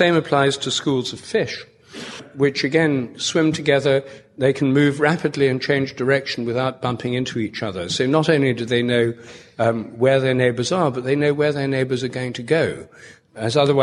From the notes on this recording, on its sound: An excerpt from a talk at the 2012 IONS Conference in San Francisco.